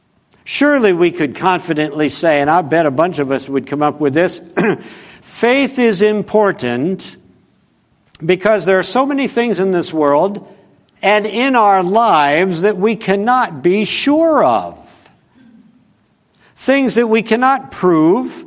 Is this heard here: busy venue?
no